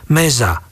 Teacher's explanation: v skalickom regióne sa zriedkavo používa spoluhláska dz a na jej mieste je všade hláska z